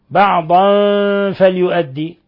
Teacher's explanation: تنوين فتح جاء بعدها الفاء، إخفاء حقيقي